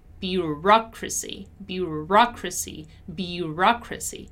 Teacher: While in bureaucracy, my stressed syllable is the ra